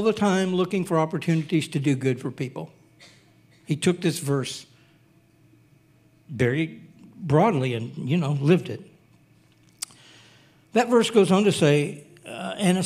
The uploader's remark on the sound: Recorded sunday evening service